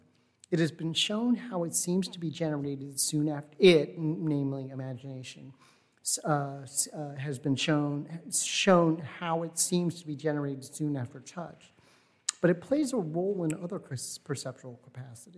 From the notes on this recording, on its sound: Recording of the National Endowment for the Humanities lecture delivered on April 22, 2022. As part of the Formal Lecture Series.